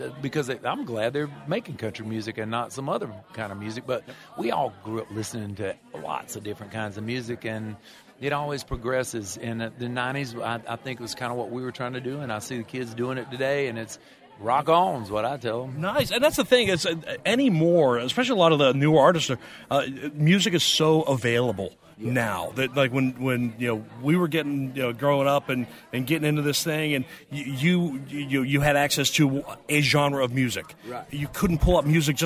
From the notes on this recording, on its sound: At Music Row Live during CMA Week in Nashville with Fisher House!